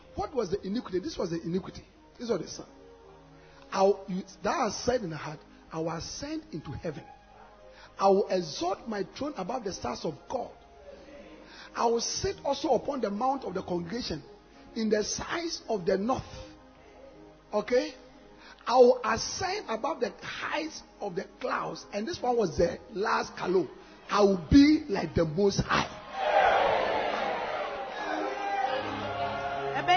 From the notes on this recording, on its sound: Preached at the Anagkazo Assemblies, Hohoe on Phanerosis Convention Day 3